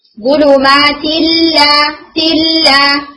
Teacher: तो यहां पर तन्वीन के बाद क्या है लाम है, अब हम यहां पर गुन्ना नहीं करेंगे · Term: बिगैर गुन्ना इदगाम